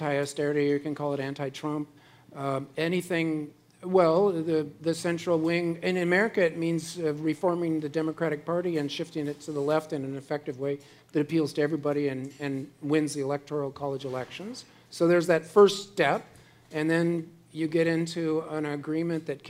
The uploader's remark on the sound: As part of The Long Now Foundation's “Conversations at The Interval” Salon Talks. Recorded live at The Interval, our bar, cafe, & museum in San Francisco.